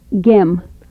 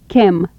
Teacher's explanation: Palatal stops, voiced and voiceless